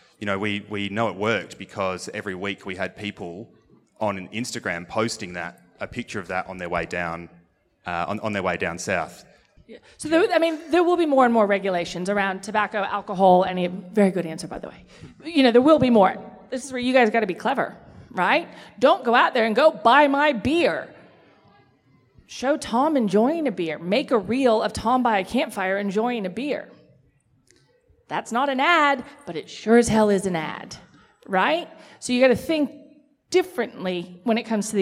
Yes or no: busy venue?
yes